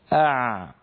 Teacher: كيف أن لسان المزمار يعود إلى الخلف لما ننطق العين